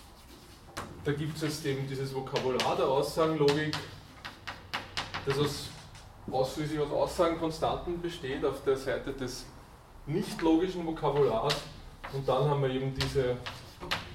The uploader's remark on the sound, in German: Diese Vorlesung wurde von Studierenden aufgenommen